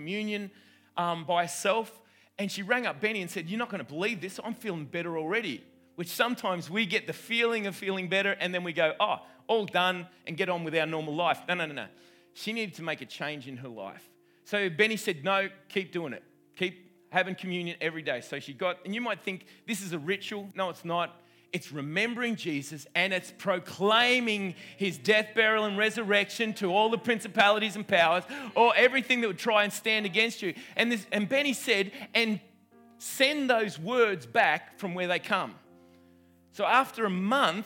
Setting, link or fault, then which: setting, live audience